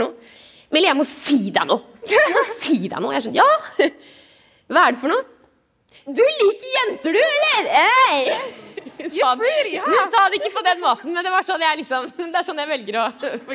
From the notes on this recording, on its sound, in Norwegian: foran et levende publikum under Trondheim Pride